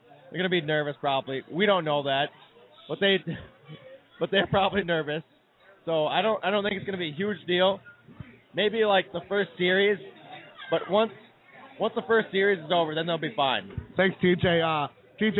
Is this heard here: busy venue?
yes